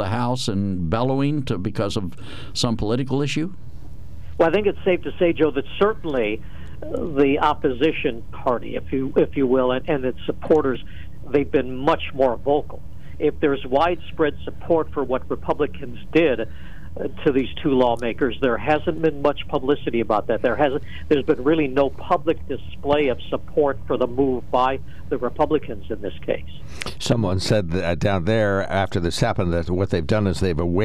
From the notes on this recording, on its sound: During open phones